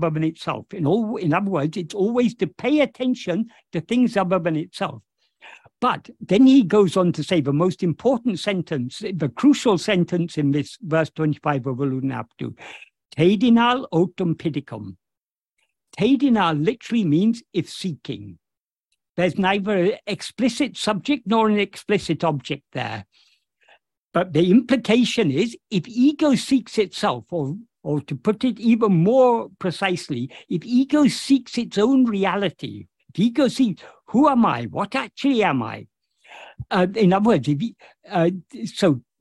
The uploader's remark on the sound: In a Zoom meeting with the Ramana Maharshi Foundation UK on 9th September 2023